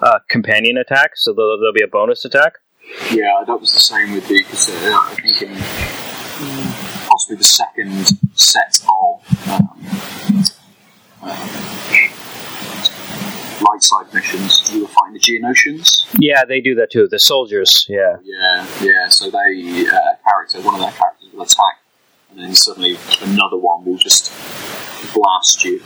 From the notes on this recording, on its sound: This week the pod is plagued by the gremlins that exist in the world of tubes and audio devices. Fair warning the audio is sub-optimal, to say the least. It's listenable, but sadly there are waves of noise. Apologies for the drowning audio.